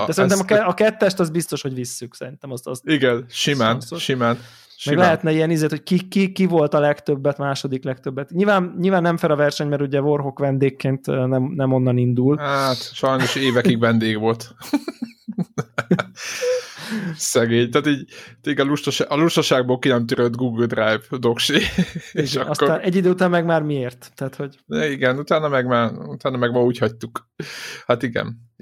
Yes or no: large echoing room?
no